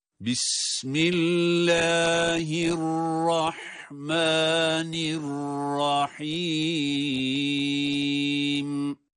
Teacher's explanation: Allah lafzındaki o lamın meddi de Er-Rahman kelimesindeki mim harfinin meddi de uzatılması da birbirine eşit olmalıdır · Term: medler